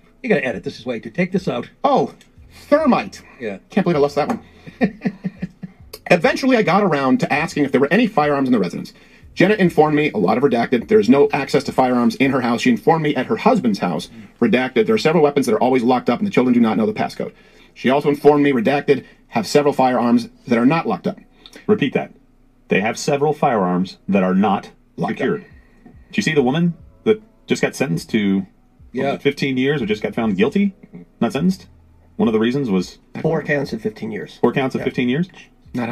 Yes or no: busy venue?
no